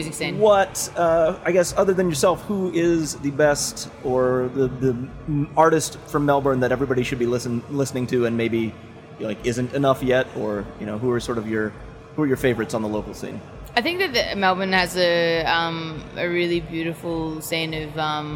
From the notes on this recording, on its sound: backstage at Lollapalooza